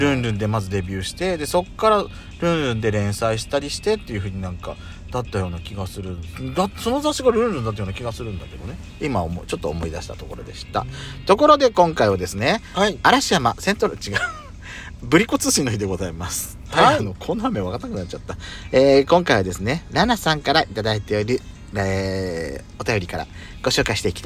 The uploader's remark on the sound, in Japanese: パーキング収録